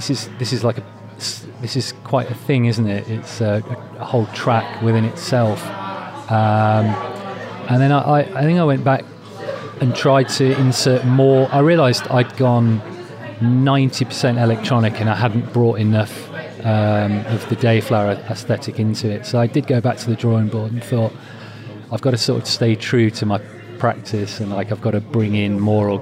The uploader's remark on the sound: At Leicester’s Phoenix Arts Centre. The Phoenix, known for its support of artistic innovation, served as a fitting venue. Recorded in the café area amidst the sounds of daily life.